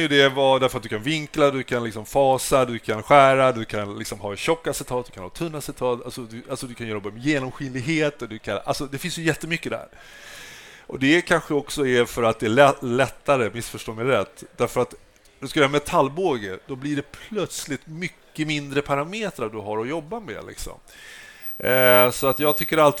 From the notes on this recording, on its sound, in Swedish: Varmt välkomna till ett exklusivt liveavsnitt av OptikerPodden. I månadens avsnitt sänder vi LIVE från Optikmässan 2024 på STOCKHOLM WATERFRONT CONGRESS CENTRE!